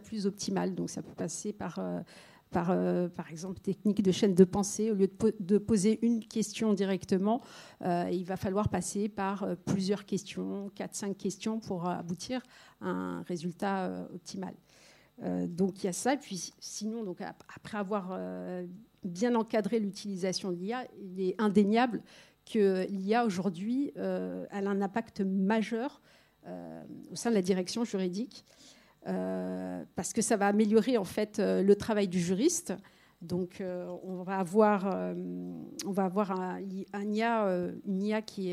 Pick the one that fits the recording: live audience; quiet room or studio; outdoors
live audience